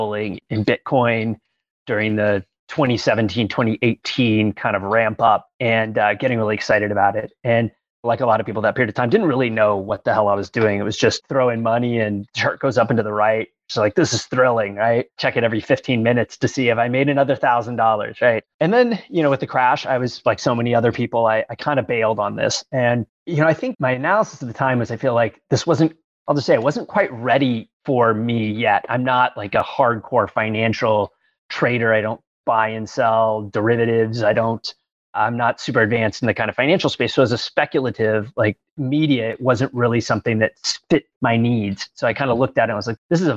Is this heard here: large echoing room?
no